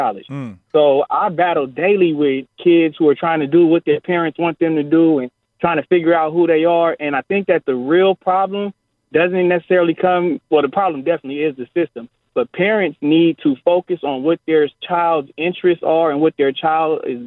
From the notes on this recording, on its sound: The phone lines have completely blown up and the people chime